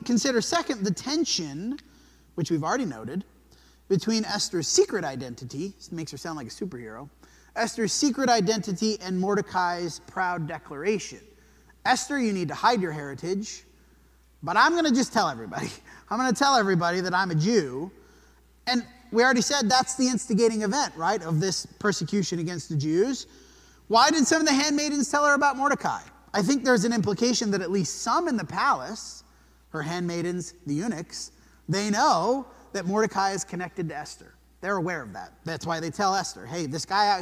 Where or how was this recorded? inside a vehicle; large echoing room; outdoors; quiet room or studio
large echoing room